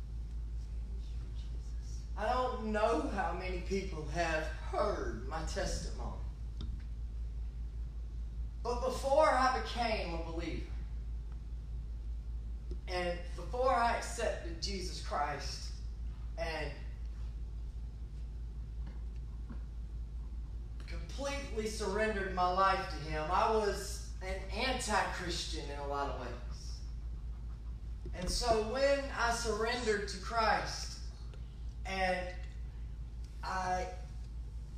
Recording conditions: large echoing room